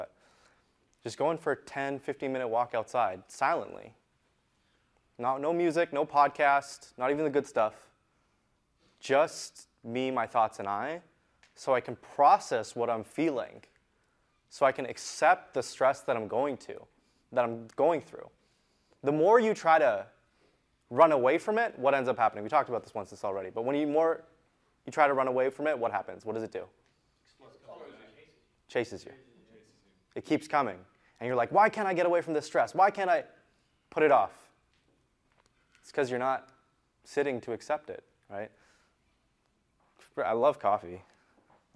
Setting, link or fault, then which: setting, live audience